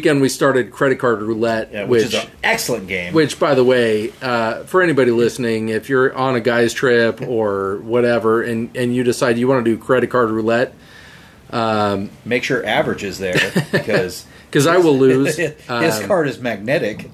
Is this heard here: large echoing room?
no